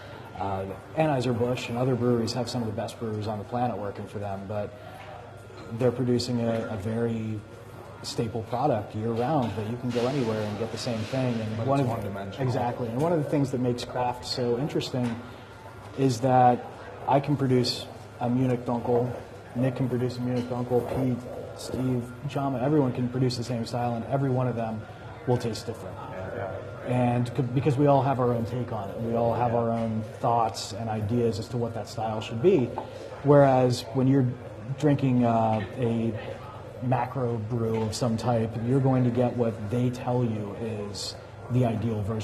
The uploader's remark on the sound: Live From Yogi's: Bloomingon Brewers On Indiana Craft Beer.